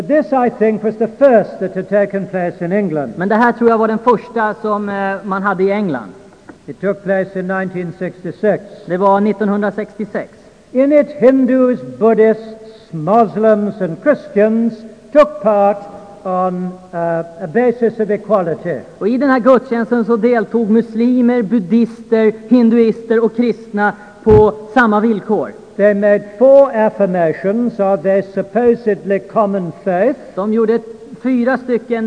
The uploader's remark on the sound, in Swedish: Inspelad i Saronkyrkan, Göteborg 1992-05-21.